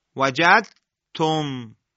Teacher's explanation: حرف اول که حرف ساکن هست و در ادغام حذف میشه بهش میگن حرف مدغم، یعنی ادغام شده، و حرف بعدی که مشدد میشه بهش میگن حرف مدغم فیه، آفرین، یعنی حرفی که ادغام در آن صورت گرفت، یا به عبارتی حرفی که مدغم در اون ادغام شده. مثلا در کلمه وجدتم دال در حرف تا ادغام میشه